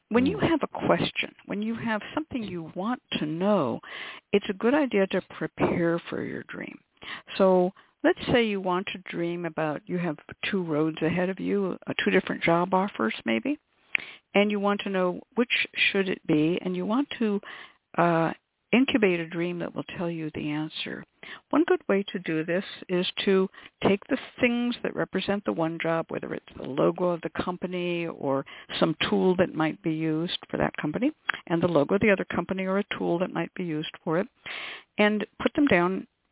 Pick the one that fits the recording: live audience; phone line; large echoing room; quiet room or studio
phone line